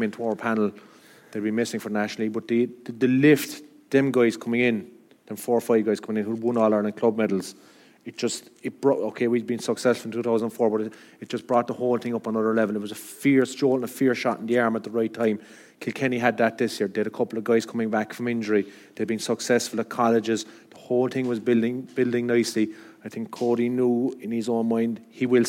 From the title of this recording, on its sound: live from Liberty Hall